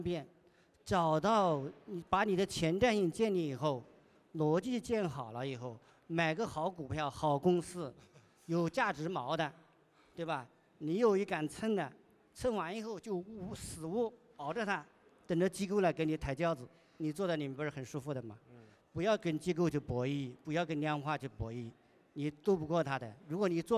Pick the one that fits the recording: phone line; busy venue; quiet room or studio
busy venue